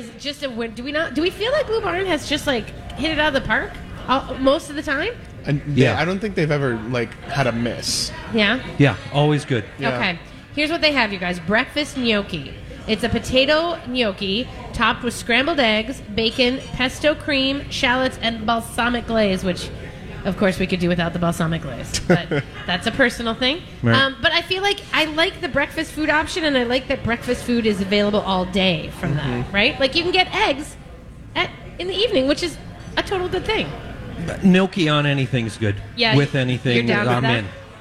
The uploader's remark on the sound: Live from Mallards! Broadcast live from Mallards Restaurant and Lounge in Bloomington!